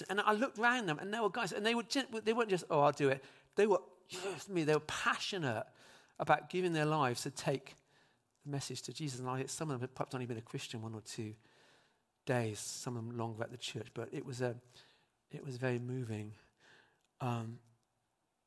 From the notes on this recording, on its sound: speaks live at Trinity Cheltenham